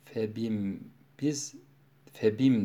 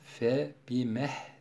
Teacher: Dururken sonuna bir ha ilave ederek duruyor. · Shown in: second take · Buna ha-i sekt ziyadesi diyoruz.